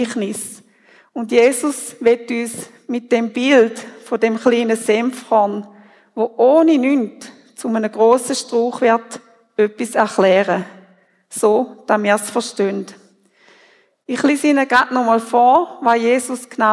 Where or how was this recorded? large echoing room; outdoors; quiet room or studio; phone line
large echoing room